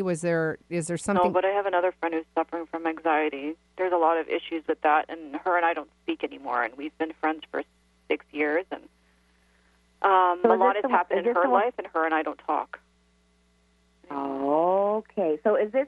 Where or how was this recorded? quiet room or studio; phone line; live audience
phone line